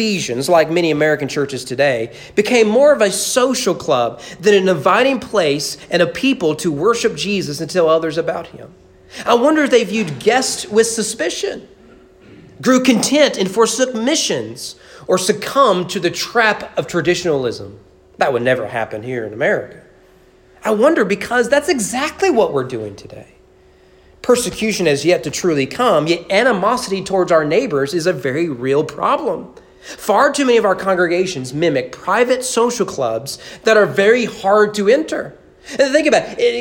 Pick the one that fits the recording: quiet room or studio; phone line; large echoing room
large echoing room